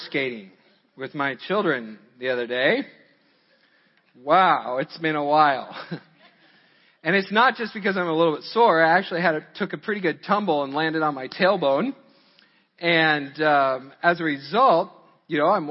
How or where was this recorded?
large echoing room